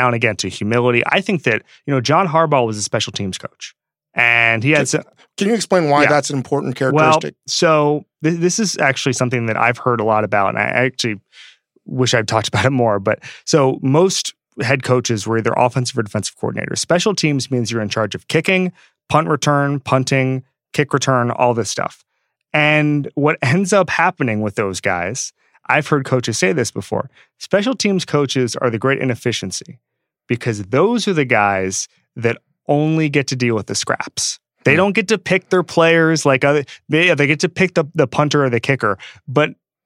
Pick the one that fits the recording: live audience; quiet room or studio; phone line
quiet room or studio